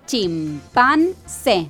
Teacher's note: la sílaba tónica, la sílaba fuerte, sí, es la última.